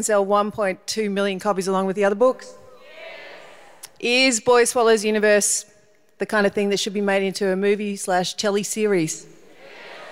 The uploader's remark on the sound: This event was recorded on Thursday 12 October 2023 at Melbourne Town Hall as part of the Wheeler Centre’s Spring Fling series.